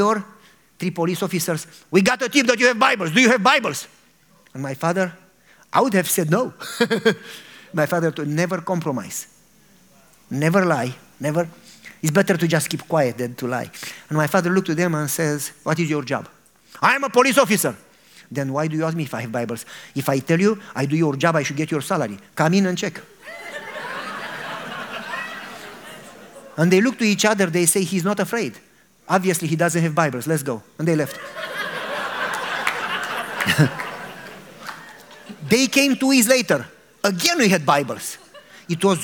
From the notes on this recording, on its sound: a religious sermon and prayer to an audience